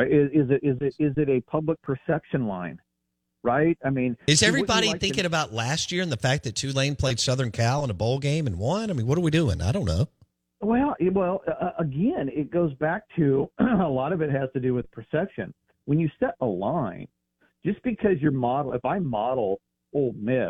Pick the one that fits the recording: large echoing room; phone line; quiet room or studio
phone line